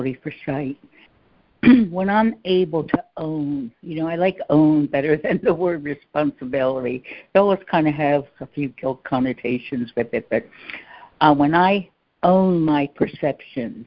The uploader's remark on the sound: ACIM Daily Conference Call